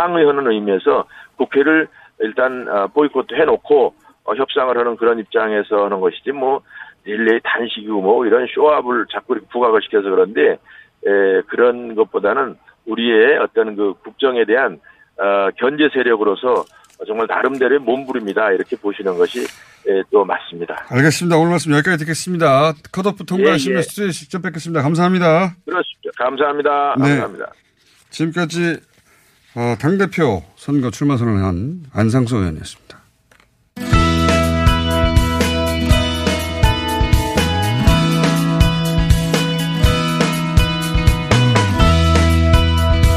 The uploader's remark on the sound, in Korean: 전화연결 당대표 후보 릴레이 인터뷰.